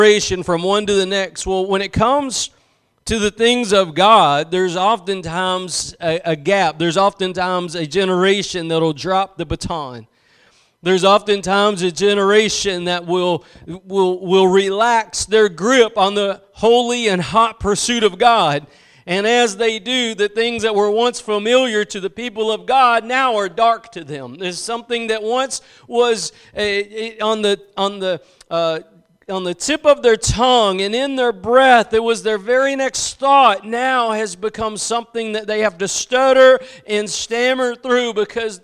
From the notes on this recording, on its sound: Preached at Gospel Lighthouse in Bossier City, La.